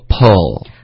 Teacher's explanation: 它没有一个 w 的什么音，因为它不是双元音，中间没有两个元音连在一起的